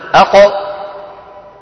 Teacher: أق قصير لأنه حرف إيه شديد